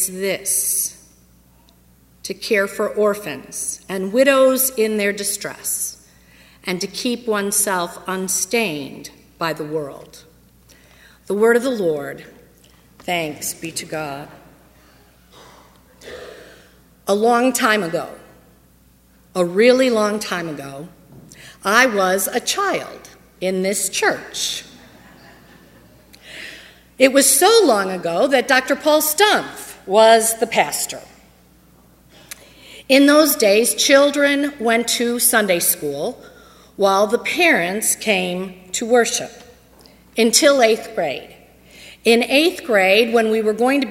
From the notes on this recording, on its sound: on Sunday, August 30, 2015, at First Presbyterian Church of Arlington Heights, Illinois.